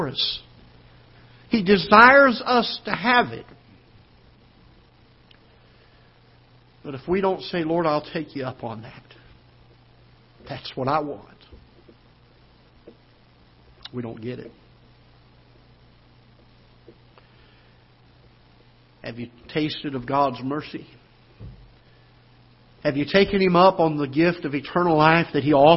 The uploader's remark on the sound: Ketha Heights Baptist Church ~ Live Broadcast